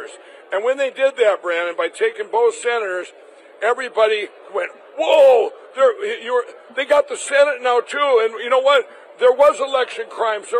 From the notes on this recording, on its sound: Live From CPAC